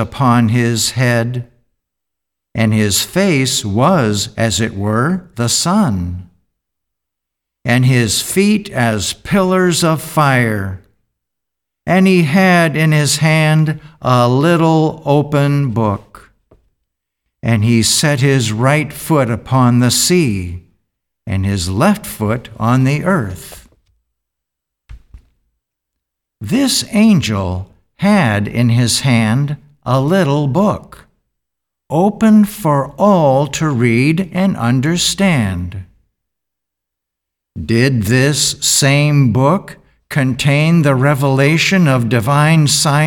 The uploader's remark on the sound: The Sunday service audio